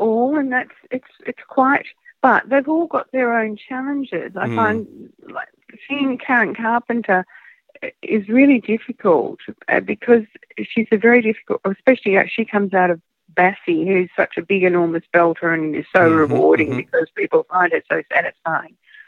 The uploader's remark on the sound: via phone